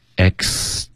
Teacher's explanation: 这里有一个 ae 的双元音，一定要发的饱满